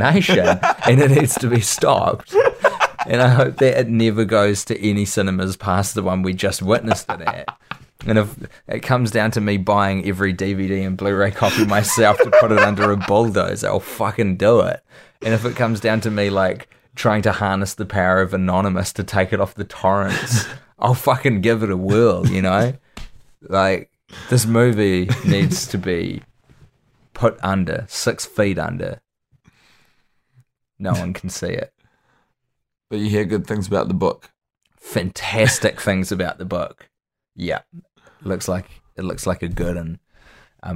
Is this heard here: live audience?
no